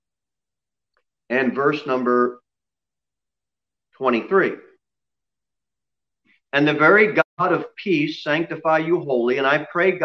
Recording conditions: large echoing room